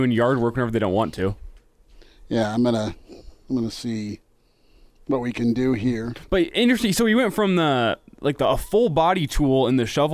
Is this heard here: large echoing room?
no